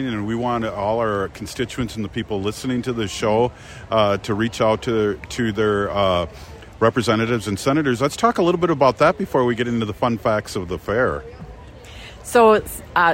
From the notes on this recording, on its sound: gives interviews live from the Minnesota State Fair